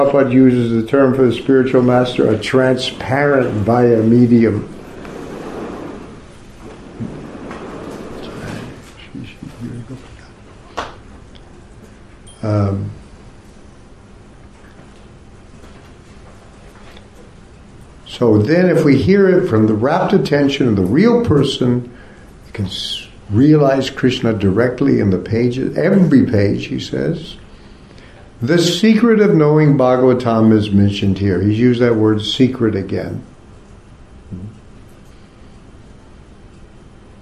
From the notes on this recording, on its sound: Part of the Bhakti Legacy Conference offered at the ISKCON temple in Korsnas Gard, Sweden.